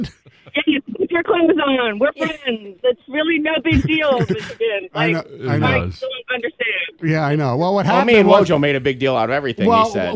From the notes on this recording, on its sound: Call in from Philadelphia.